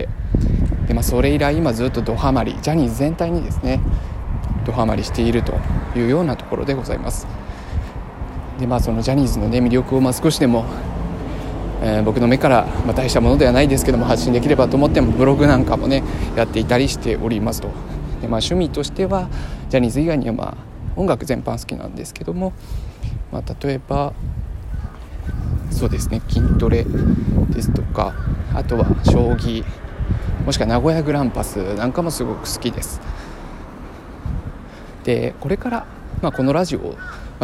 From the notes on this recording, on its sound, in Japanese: 歩きながら収録したので、雑音が多くてすみません